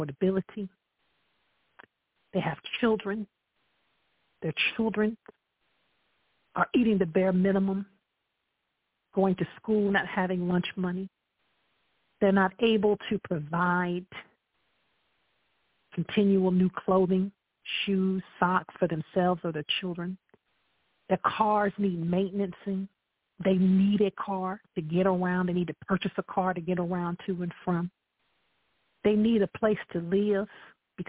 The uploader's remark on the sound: I welcome live callers to dial. Any Imprudent calls will instantly be disconnected.